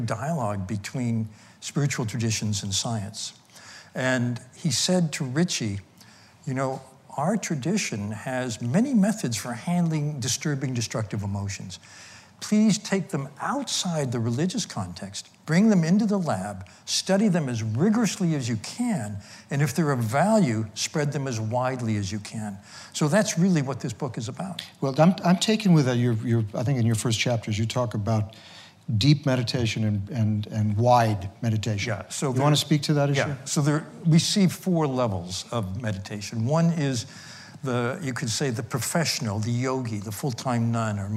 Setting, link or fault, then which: setting, live audience